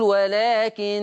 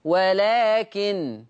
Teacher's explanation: فورش يقرأ بتخفيف النون · Shown in: second take